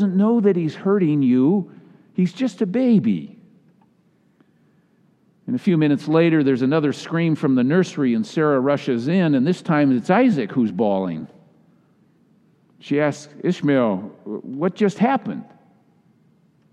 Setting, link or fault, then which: setting, large echoing room